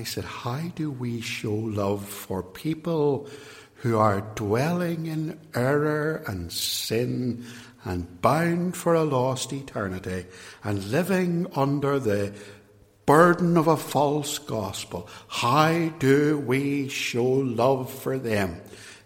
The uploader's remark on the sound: extracts from a sermon preached in 2017 at Templepatrick Reformed Church